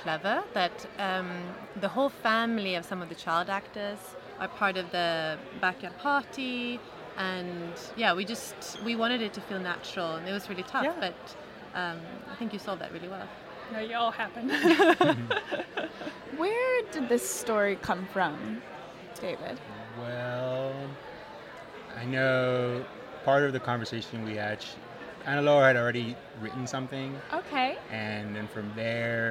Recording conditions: busy venue